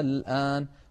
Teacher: دخلت عليها همزة الاستفهام فأبدلت همزة الوصل ألفا فصار النطق الآن